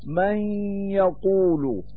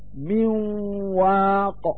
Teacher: يشترك الأنف بأداء الغنة التي هي صفة النون الساكنة التي حذفت للتخفيف. واشتراك الأنف بأداء الغنة إشعار بنقصان الإدغام، أي بنقصان الحذف، وقد سبق ذكر ذلك في باب الإدغام.